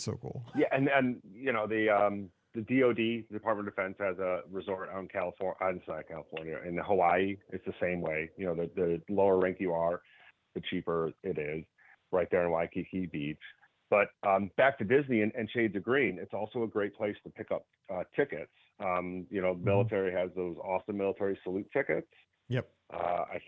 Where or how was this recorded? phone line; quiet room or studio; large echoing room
phone line